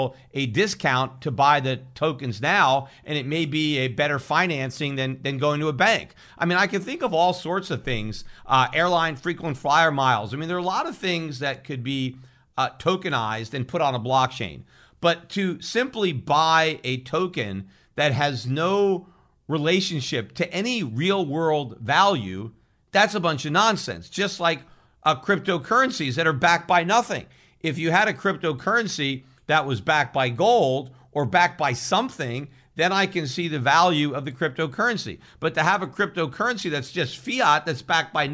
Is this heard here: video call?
no